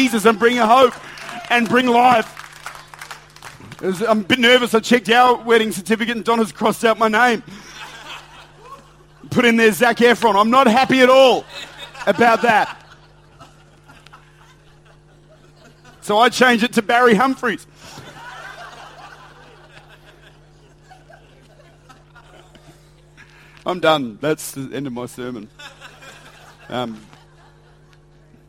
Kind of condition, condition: setting, large echoing room